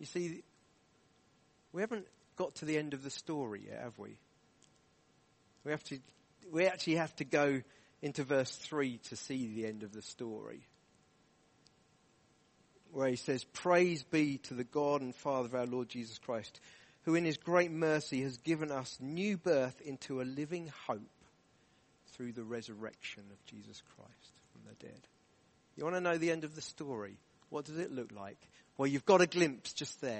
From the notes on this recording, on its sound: From the Deeper conference at Emmanuel Church Durham on Saturday 25th February, 2023.